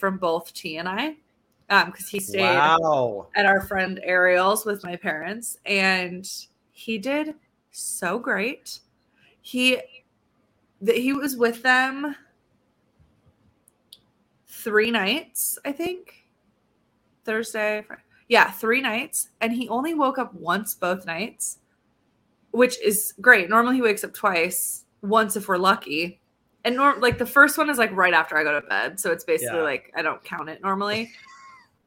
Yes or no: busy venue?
no